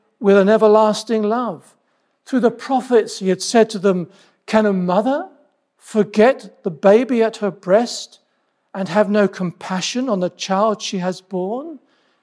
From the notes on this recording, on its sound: This sermon was preached at Welcome Baptist Church on Sunday 30th July 2023.